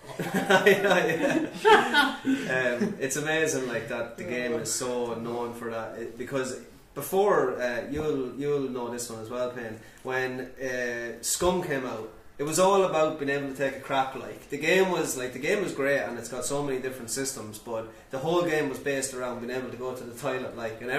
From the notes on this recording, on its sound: We are live from Gamerfest 2018 in Galway city!